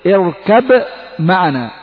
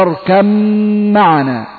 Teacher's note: قلبت الباء الى ميم ثم ادغمت الميم في الميم · Term: الإدغام